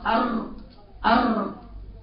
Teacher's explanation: كثره الترعيد فيه دي من اخطاء التلاوه · Term: التكرير